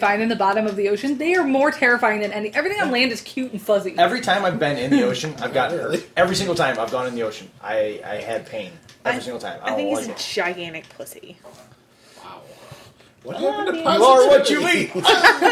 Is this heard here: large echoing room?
no